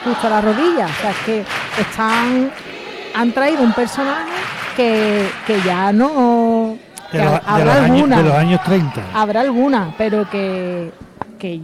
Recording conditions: live audience